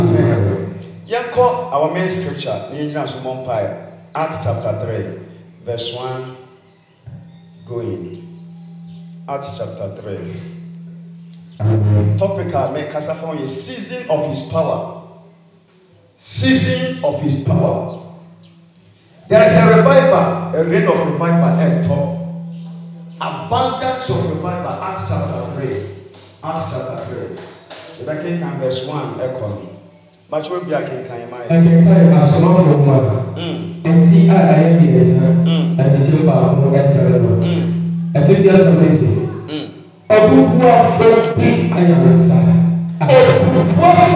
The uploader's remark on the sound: preached at the Revival Hour Service on 4th November,2020